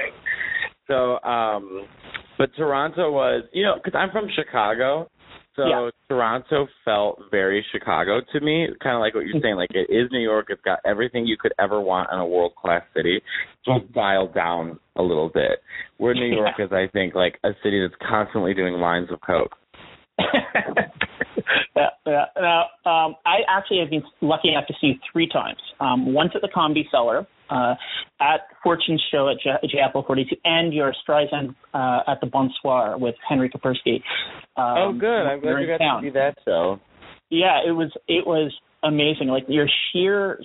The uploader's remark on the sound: He joined me for a phone interview after his return to New York from Toronto.